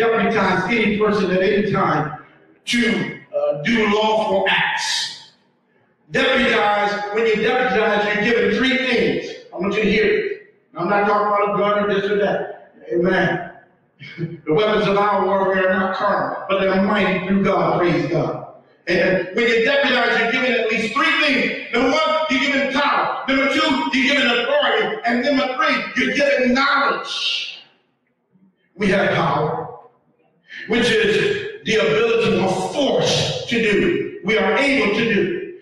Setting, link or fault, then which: fault, poor sound quality